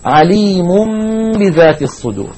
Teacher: نلاحظ بأن التنوين في كلمة عليم بدل أن يكون ضمتين جاءت ضمة واحدة، وبدل الثانية وضعت ميم صغيرة إشعارا للناظر بأنه عليك أن تقلب هذا التنوين إلى ميم، ثم تخفي تلك الميم عند الباء من كلمة بذات، والباء في كلمة بذات غير مشددة. · Term: القلب